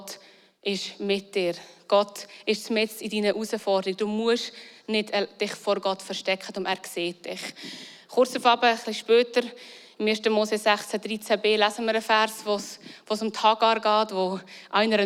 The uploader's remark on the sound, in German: Eine Predigt aus dem Christlichen Zentrum Zollhaus in Luzern.